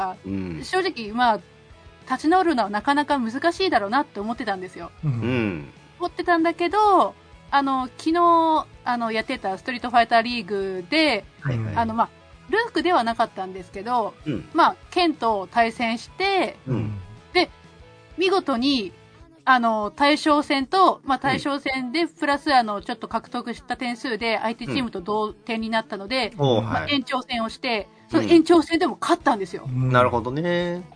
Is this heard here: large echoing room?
no